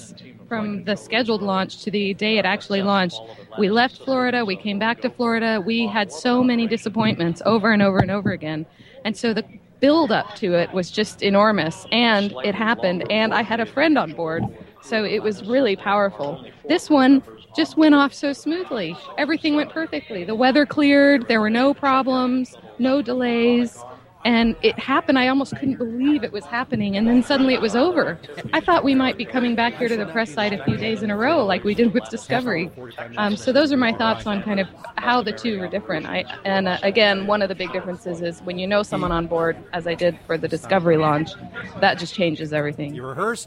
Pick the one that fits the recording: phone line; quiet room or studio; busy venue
busy venue